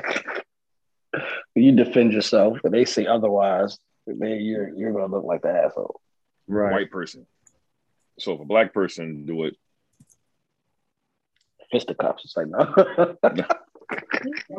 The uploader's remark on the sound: Due to some technical difficulties, we recorded virtually this week.